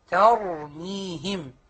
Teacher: وننتبه هنا في هذه الأمثلة أن التاء مرققة والراء مفخمة